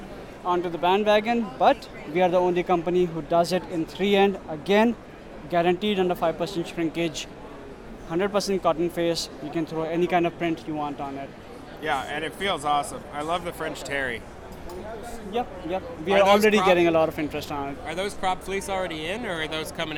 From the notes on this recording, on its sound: Live from ISS in Long Beach! Recorded Live at ISS 2018 in Long Beach CA.